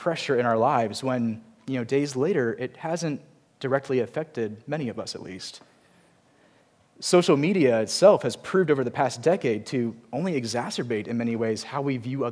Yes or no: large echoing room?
yes